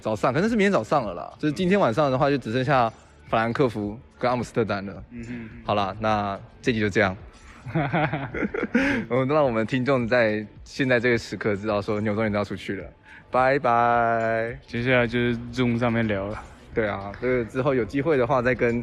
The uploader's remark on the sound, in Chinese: 桃園國際機場第一航廈 用Iphone錄音的友誼紀錄